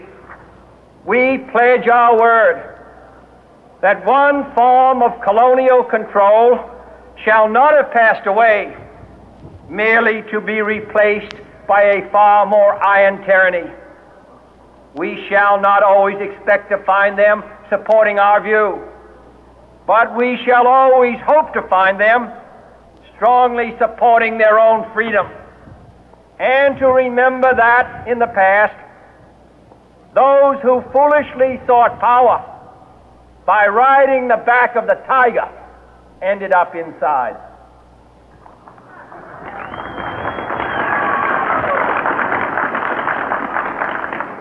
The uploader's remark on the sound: It was well below freezing and windy, and he took the oath and delivered this speech without a coat, wearing just a regular suit. We had a vinyl recording of the speech at home.